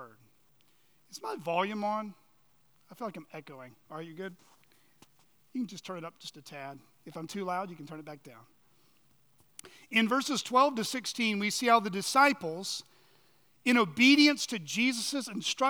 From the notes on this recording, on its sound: On the morning of March 19, 2023, at Chaffee Crossing Baptist Church in Barling, AR.